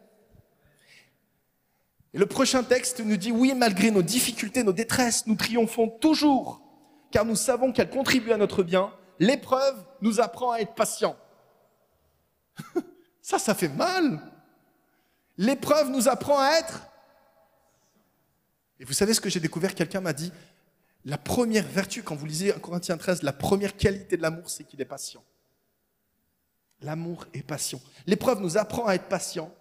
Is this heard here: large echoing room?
yes